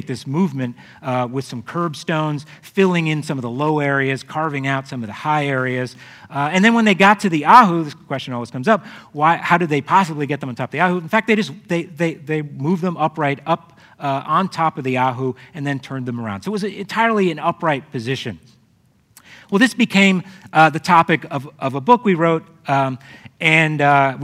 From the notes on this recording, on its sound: The authors present their case live in January’s SALT talk. Was given on January 17, 02013 as part of Long Now's Seminar series.